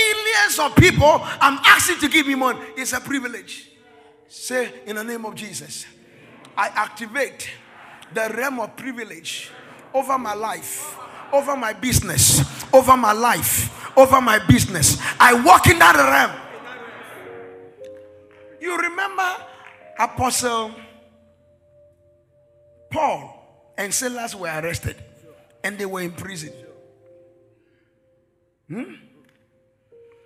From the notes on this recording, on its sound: This message was preached by our Executive Pastor on the first Sunday of the month of February 2024 during our Sunday Executive Service .